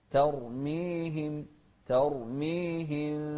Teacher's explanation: شوف التاء مرققة بعدها راء مفخمة